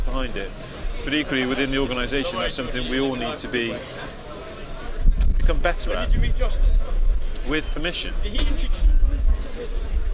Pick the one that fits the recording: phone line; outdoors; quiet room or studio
outdoors